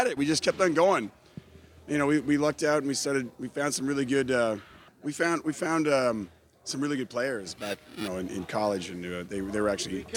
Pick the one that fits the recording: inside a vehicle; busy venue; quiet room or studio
busy venue